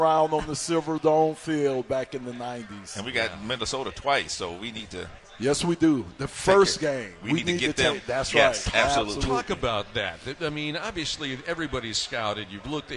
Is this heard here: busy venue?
yes